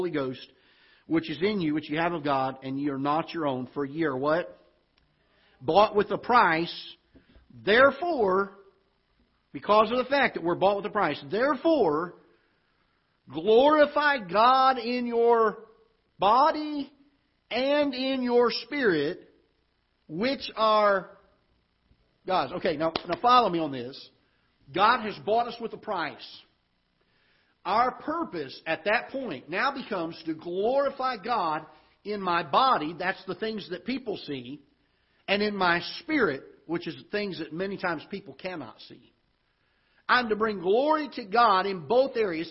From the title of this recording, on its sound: Ketha Heights Baptist Church ~ Live Broadcast